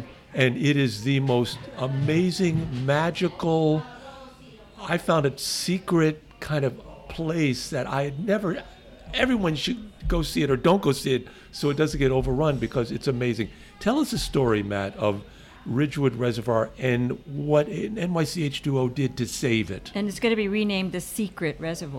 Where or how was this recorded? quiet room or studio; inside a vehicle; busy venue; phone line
busy venue